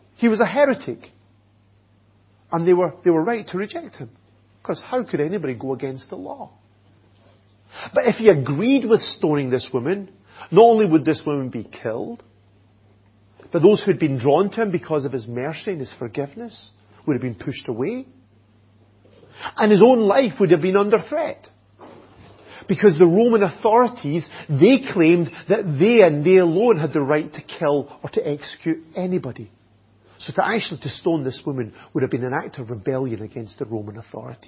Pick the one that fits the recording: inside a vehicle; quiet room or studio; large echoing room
large echoing room